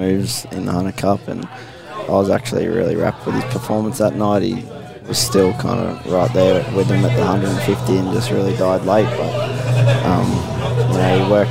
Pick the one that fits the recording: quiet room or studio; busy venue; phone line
busy venue